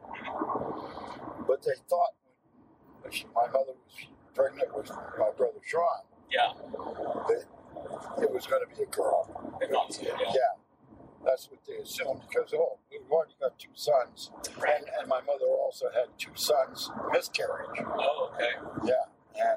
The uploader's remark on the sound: Drove. To visit his brother on Cape Cod, so the audio is not ideal.